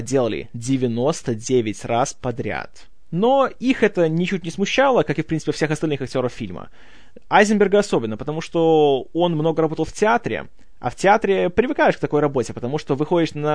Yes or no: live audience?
no